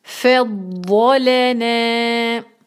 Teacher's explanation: اس کے بعد ہے لام، لام پہ فتحہ، سمپل ہے ایک حرکہ. نون پہ ہے فتحہ اور ساتھ ہے الف، تو ہم اس کو دو حرکہ کھینچیں گے